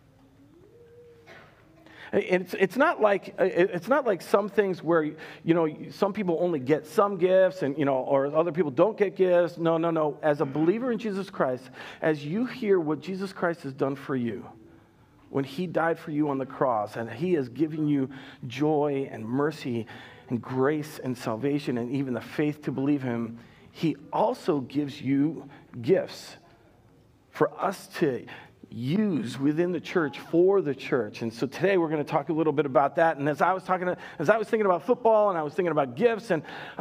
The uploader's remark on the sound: Recorded live at Word of Life Church in Le Sueur, Minnesota, on August 29nd, 2021